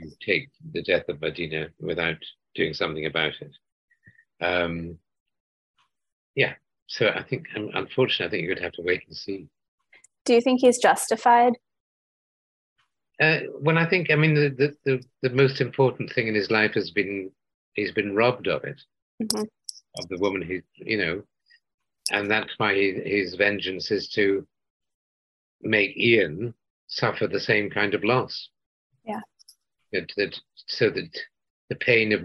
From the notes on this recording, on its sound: over Zoom for an exclusive interview